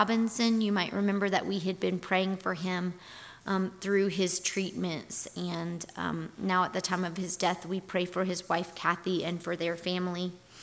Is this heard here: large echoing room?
yes